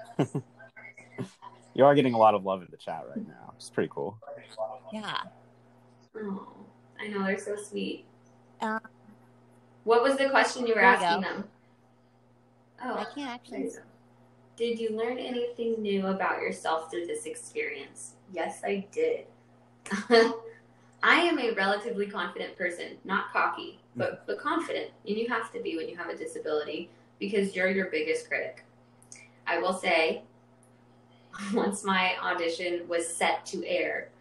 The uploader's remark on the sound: Trust that we are not actually cutting her off - we'll work out these kinks in time!